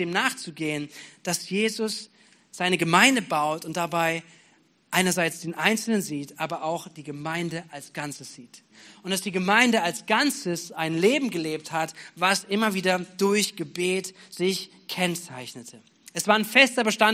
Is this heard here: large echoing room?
yes